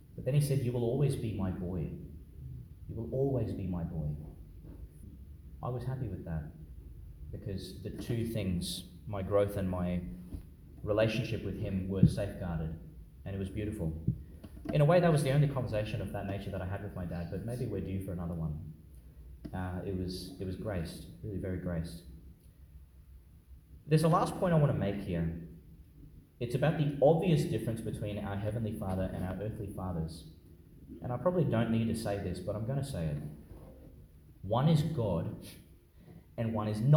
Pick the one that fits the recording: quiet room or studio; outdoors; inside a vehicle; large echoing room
large echoing room